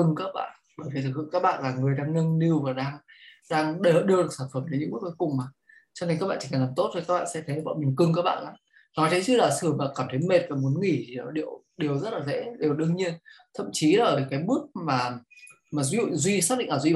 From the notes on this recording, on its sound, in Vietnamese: Nội dung âm thanh này đã được Arena Multimedia ghi âm lại từ nền tảng ứng dụng Zoom trong sự kiện Online Talkshow